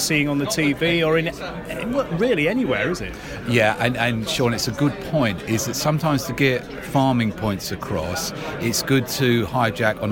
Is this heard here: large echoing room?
no